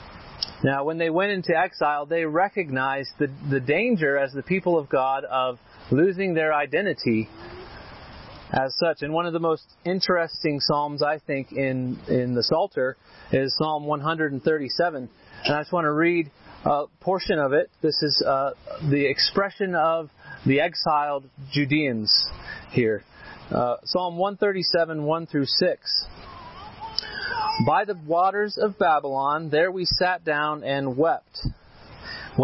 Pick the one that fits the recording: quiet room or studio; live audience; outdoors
outdoors